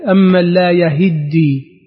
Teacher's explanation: حفص قرأ بفتح الياء وكسر الهاء تشديد الدال